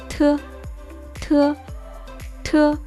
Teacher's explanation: se pronuncia parecida a t, pero debemos dejar salir el aire a pronunciarla